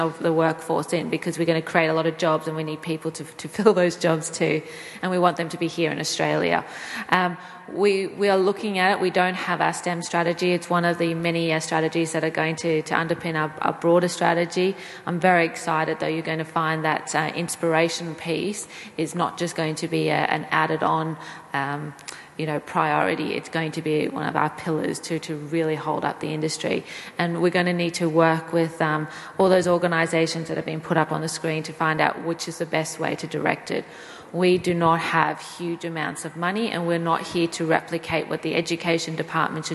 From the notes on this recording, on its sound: Recorded at the Moon Village Association conference, Deakin Edge, Federation Square in 2019